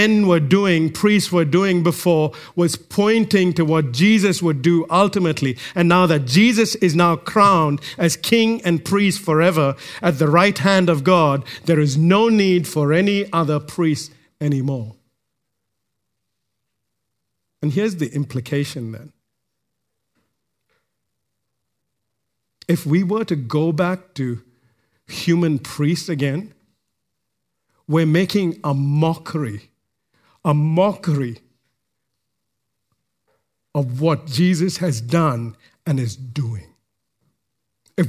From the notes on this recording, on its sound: recorded live at Grace Community Bible Church